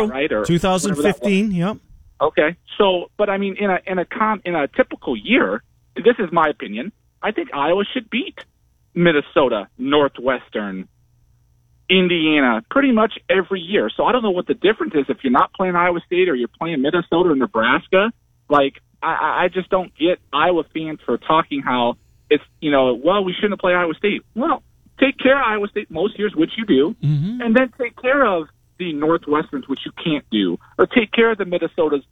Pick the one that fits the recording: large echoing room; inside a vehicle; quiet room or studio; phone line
phone line